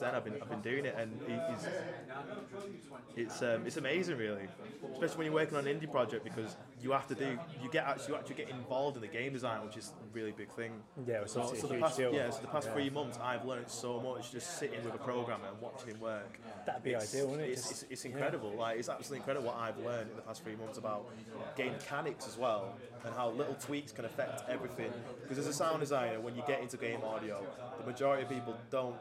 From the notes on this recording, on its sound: At EGX Rezzed in Birmingham